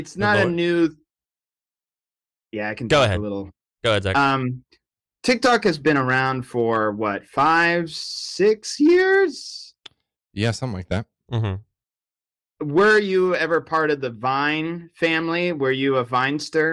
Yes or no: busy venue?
no